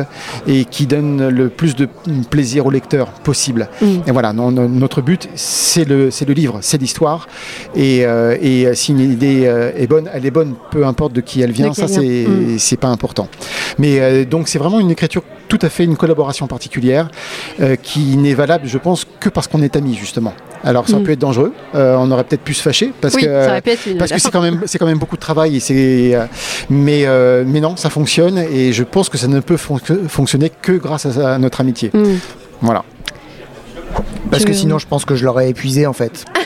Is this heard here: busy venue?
yes